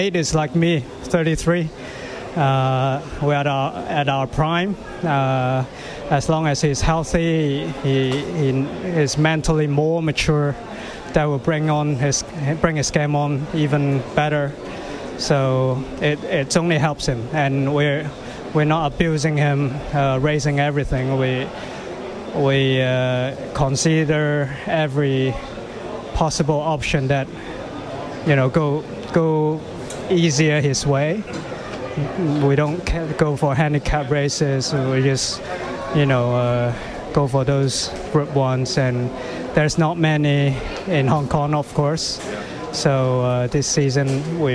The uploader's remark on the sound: spoke with RSN at Sha Tin